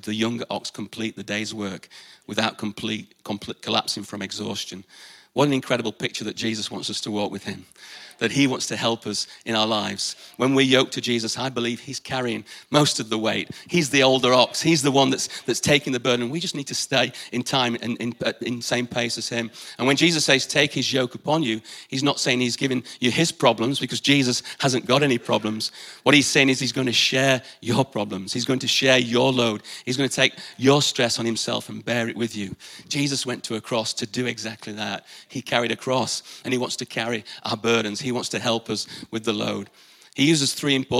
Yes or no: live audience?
yes